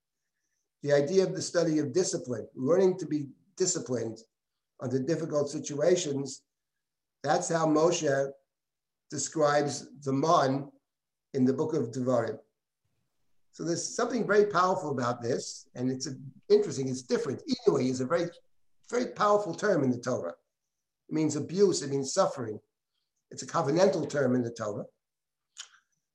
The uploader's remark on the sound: This audio was originally captured from Zoom as part of Drisha's Yom Iyyun on Food Ethics.